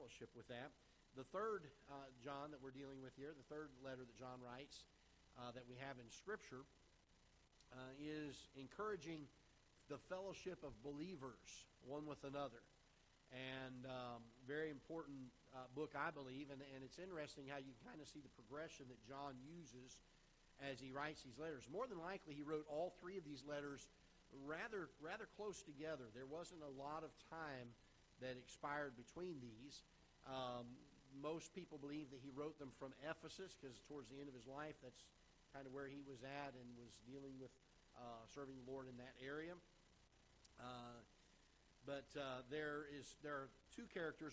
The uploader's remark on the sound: Ketha Heights Baptist Church ~ Live Broadcast